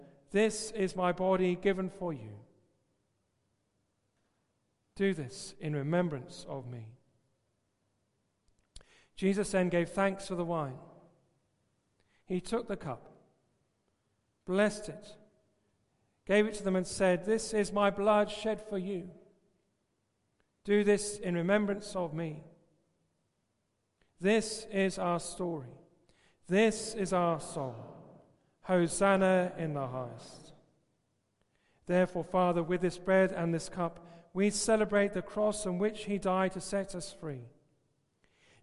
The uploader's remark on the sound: Christ Church, Bayston Hill (UK)